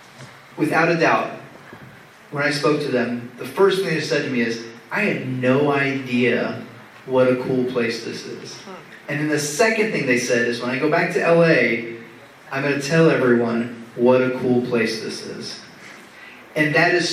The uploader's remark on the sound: EDINBURG, Texas. Moderated a panel discussion at the 6th Annual International Conference on Border Studies. The conference was co-hosted by UTRGV and the Universidad Autónoma de Tamaulipas.